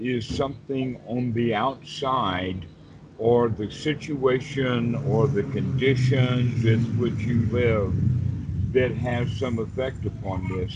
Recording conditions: video call